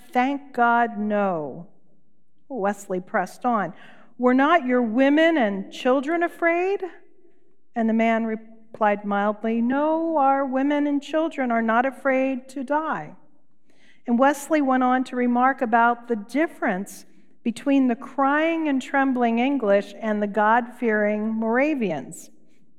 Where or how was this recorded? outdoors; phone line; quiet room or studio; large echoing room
large echoing room